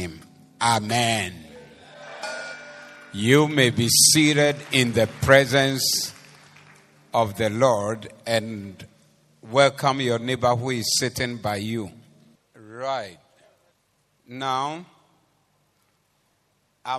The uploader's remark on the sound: This was preached at the Doxa Service 07052023